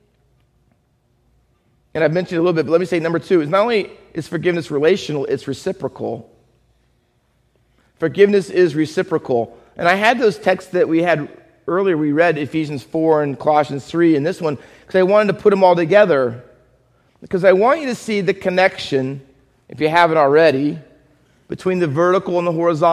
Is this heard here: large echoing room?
yes